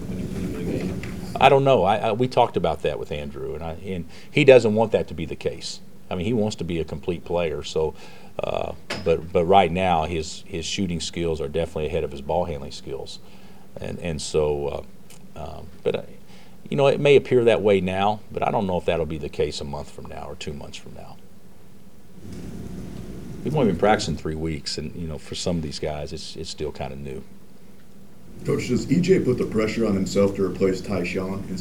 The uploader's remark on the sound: Press Conferences & Post-Game Interviews